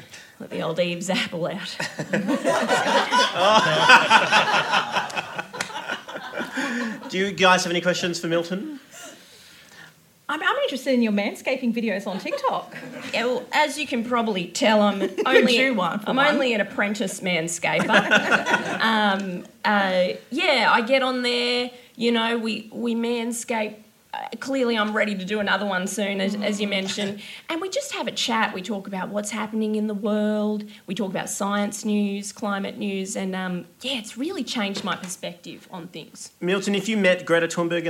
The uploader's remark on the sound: LIVE FROM SXSW SYDNEY